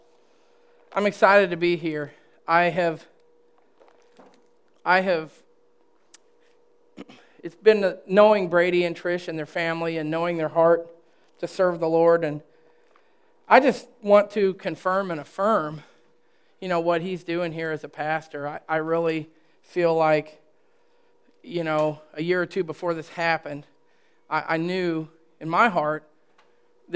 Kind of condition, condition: setting, large echoing room